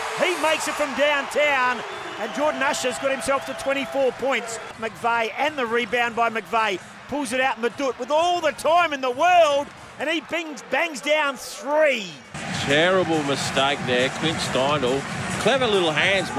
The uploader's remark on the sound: LIVE from the RAC Arena